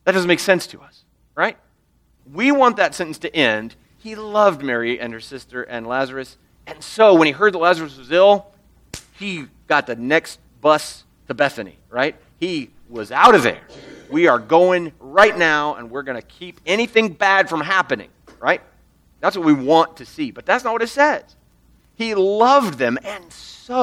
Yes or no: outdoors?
no